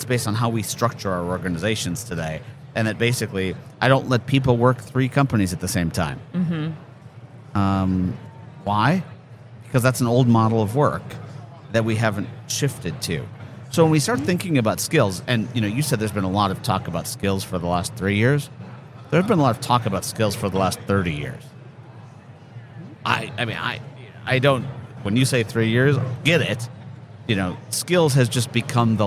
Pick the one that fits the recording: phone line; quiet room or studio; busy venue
busy venue